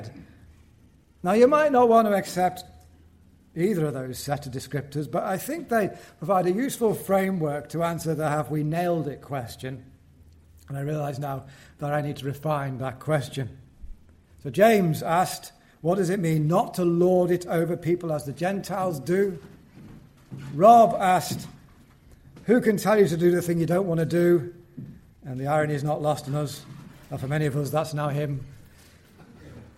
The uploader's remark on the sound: from the 2023 Fellowship of Word and Spirit Conference